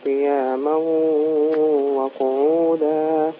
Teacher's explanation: أسقط الغنة من الواو الأولى أول المشدد نتيجة الإدغام